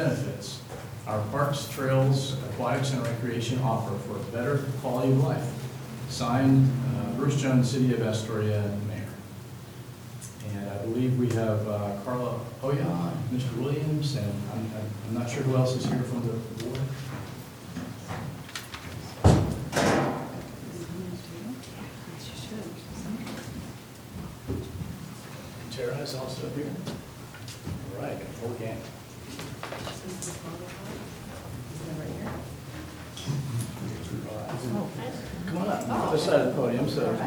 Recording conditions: large echoing room